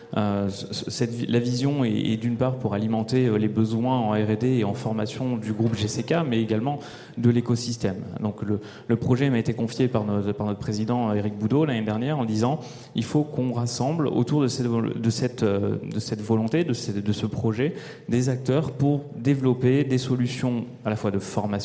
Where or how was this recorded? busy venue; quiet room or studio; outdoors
busy venue